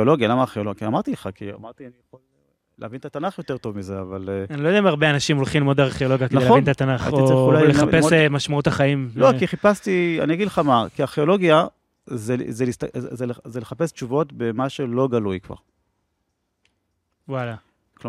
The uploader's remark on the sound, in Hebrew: שיחה פתוחה לתוך הלילה. צולם בחצר המפעל בירושלים.